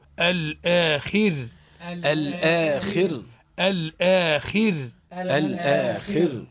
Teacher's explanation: راء ساكنة سكون عرضي سبقت بحرف مكسور ومتصل بها حكمها الترقيق